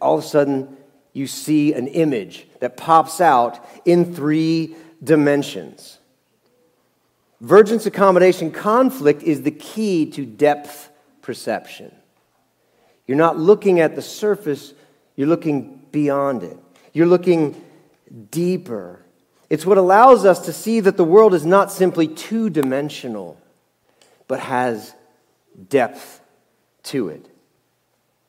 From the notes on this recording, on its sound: Message Preached at Valley Creek Church